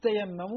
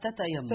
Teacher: البزي يقرأ بإدغام التائين فتصبح تاء مشددة · Shown in: first take · إذا وصلت بما قبلها.